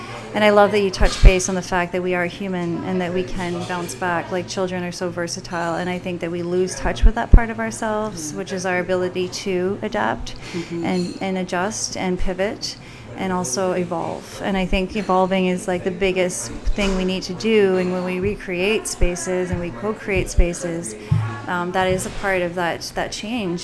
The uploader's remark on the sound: Recorded LIVE in TWIGGS Coffee Roasters, Downtown, North Bay, Ontario.